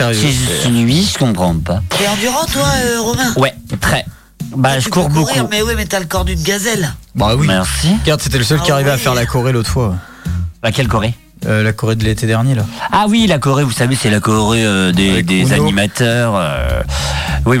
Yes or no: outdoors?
no